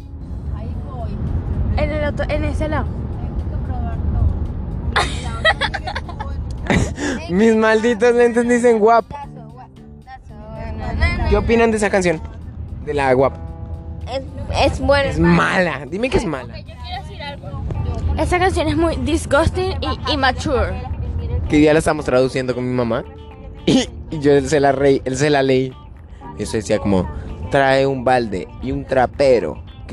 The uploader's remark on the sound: Mi familia y yo acompañados de la mejor amiga de mi hermana vamos al zoo y en camino a casa en el auto grabamos este cool y gracioso podcast.